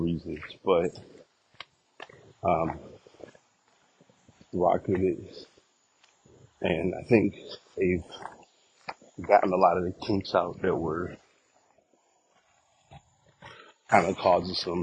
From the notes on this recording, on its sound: Walking Recording.